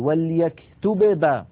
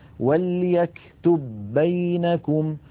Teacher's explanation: لا بد من إدغام الباء الأولى في الثانية · Shown in: second take